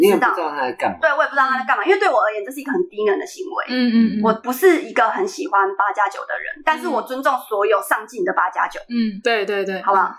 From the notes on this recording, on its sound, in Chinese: 本集音質不好